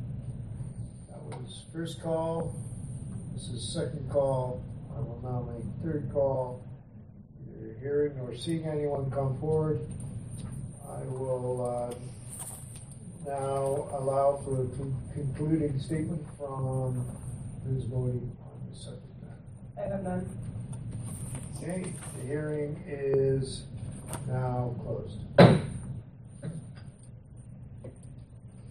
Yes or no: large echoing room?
yes